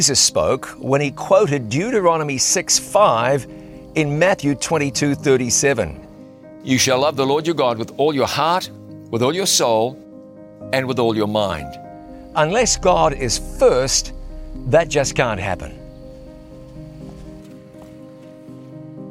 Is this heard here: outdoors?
yes